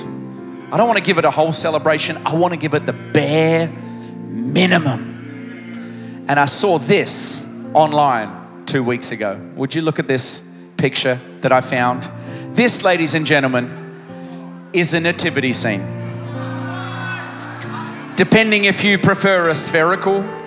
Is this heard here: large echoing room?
yes